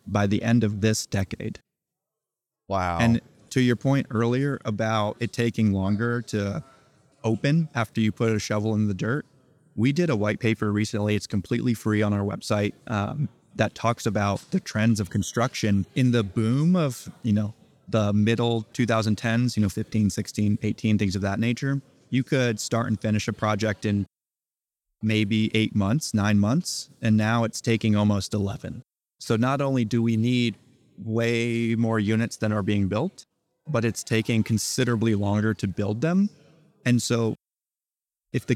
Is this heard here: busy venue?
yes